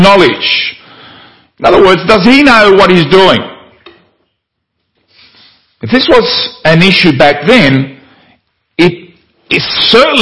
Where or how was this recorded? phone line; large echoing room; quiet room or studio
large echoing room